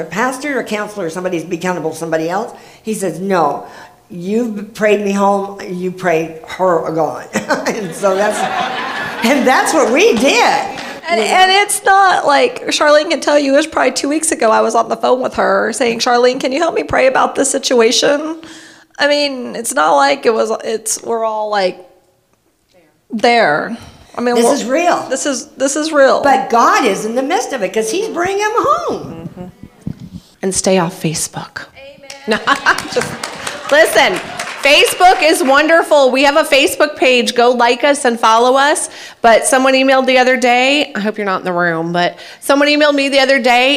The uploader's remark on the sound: you will hear the Q&A session held at a Rejoice on the Road event